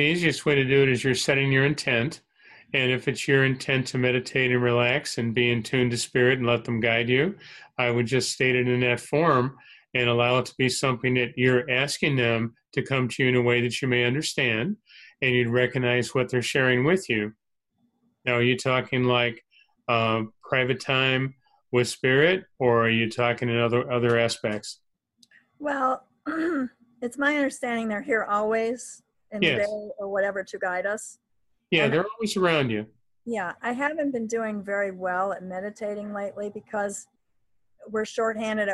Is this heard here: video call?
yes